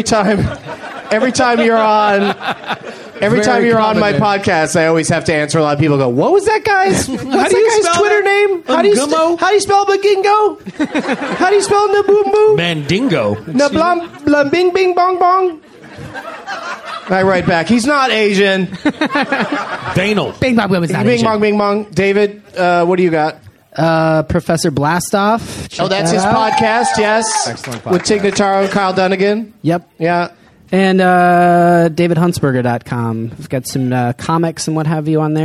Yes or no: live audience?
yes